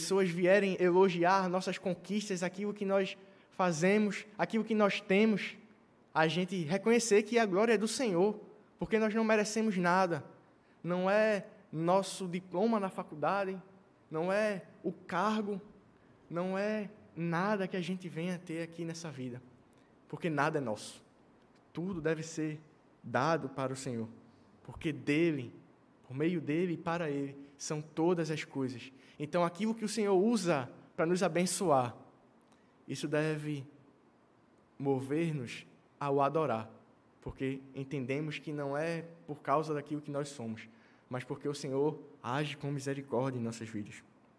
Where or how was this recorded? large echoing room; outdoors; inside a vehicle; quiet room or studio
large echoing room